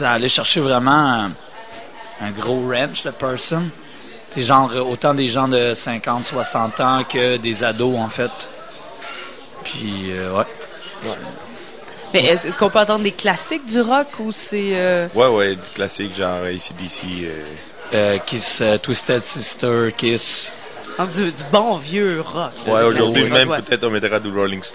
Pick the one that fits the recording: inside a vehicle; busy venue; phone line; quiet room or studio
busy venue